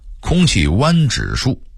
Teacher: 因为他的语速忒快，把污染变成弯或晚了